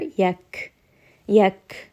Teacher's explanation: gaf is going to have hams. Give it a little bit of air. Yak, yak. So you can hear a little bit of air that's coming out, that exhale, after I have said this letter.